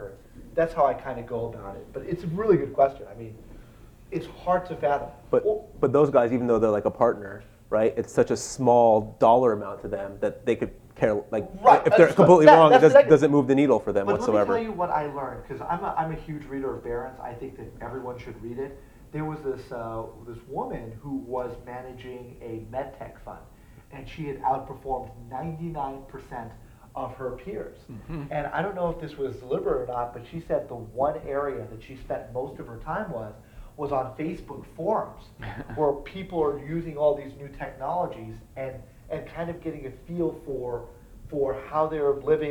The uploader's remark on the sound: my live panel from the MicroCap Rodeo 2019 in Austin, TX